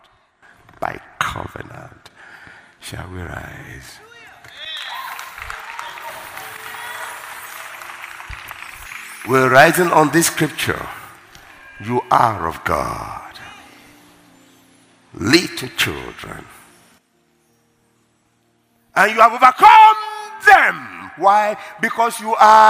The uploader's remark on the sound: Word Explosion Conference, 2018: Day 7 (1st Service). Ministering During Word Explosion Conference.